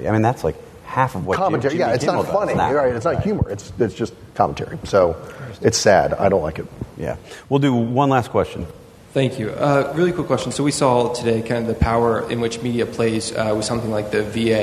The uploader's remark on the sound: Live From the TWS Midwest Conservative Summit!